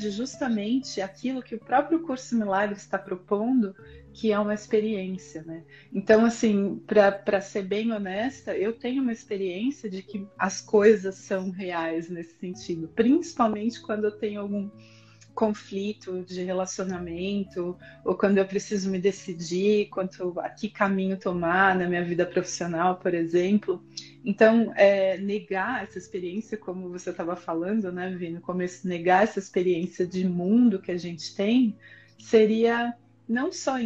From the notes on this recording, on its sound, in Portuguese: Este episódio foi uma live no Instagram